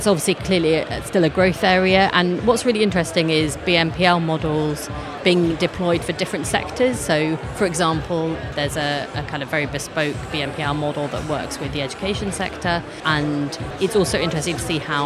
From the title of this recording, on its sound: Live from Fintech Talents Festival